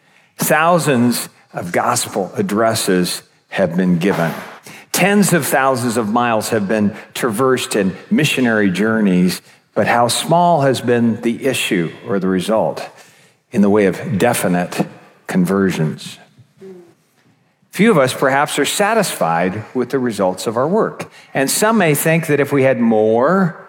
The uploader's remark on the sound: This episode features one of the seven talks from our annual Spring Conference that happened back in May.